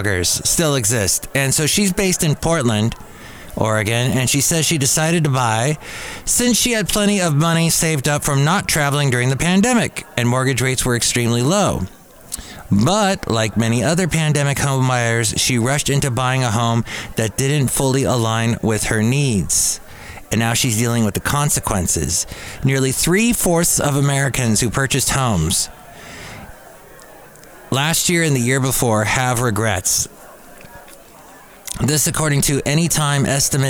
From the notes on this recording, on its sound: podcasts live from Cafe Anyway